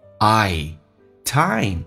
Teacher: I 这个发音稍微饱满一点，先发 A,再发 E